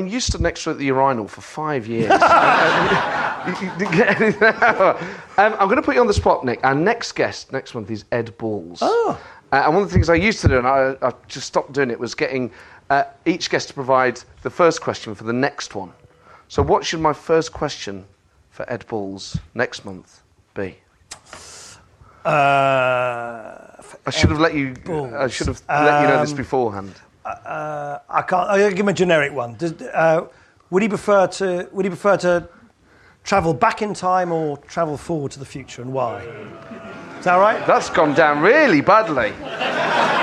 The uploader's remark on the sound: joined on stage this month